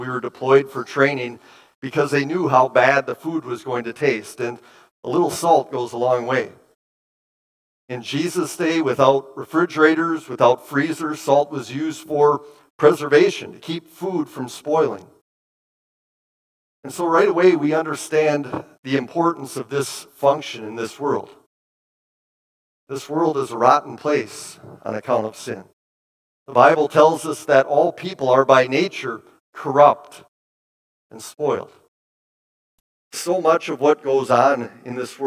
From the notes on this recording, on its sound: Bethany, Appleton, WI. Preached this sermon at Bethany's Sunday worship on February 5, 2023.